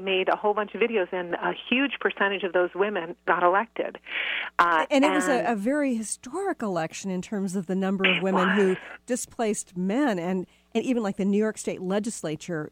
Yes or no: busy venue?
no